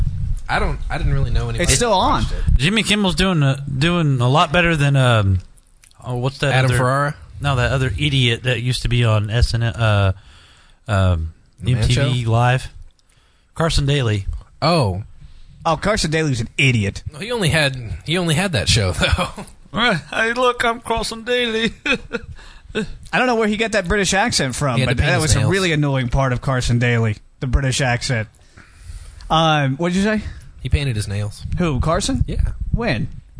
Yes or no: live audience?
no